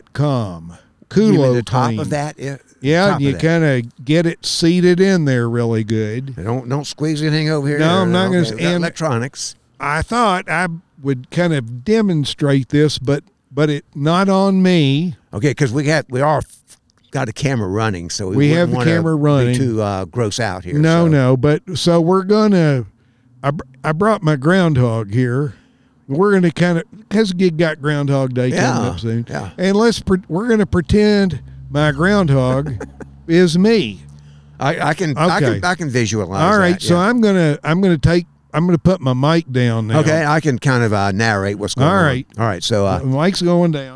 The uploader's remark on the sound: A podcast recorded next to the old Green River Bridge. Mobile podcast recording studio.